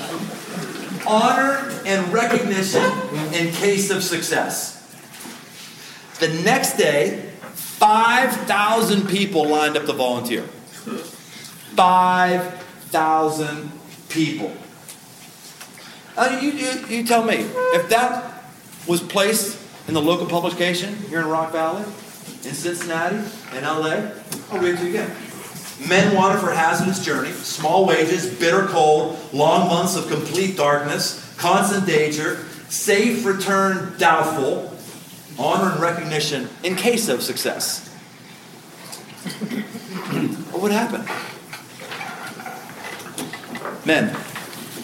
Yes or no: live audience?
yes